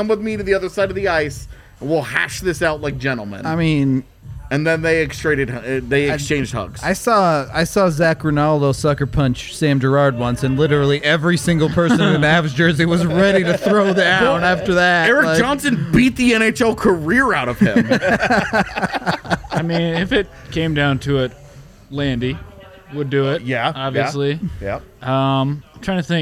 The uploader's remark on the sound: LIVE from the DNVR Bar